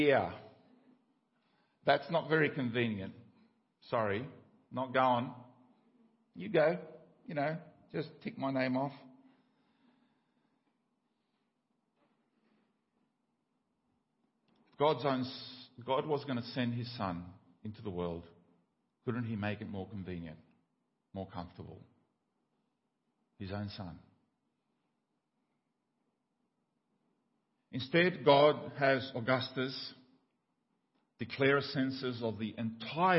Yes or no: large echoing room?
yes